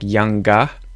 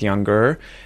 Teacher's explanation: that's Australian English being non-rhotic. We don't pronounce the R's after a vowel if there's a consonant or no sound after the R. · Shown in: first take · If there's another vowel, we do say it, we'll link it, but otherwise, no, it's silent.